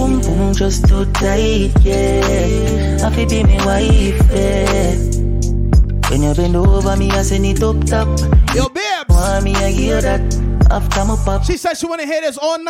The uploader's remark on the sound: Going Away Party Live Aduio. This is the official going away party audio.